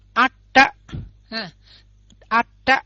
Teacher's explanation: là âm uống lưỡi, cho nên khi mà quý vị đọc á, là mình phải để ý tới cái lưỡi phải uống